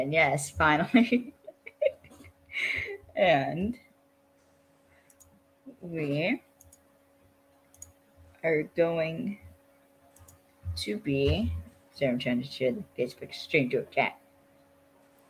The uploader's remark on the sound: Fair warning this episode has a lot of technical issues cause that's just how the day went.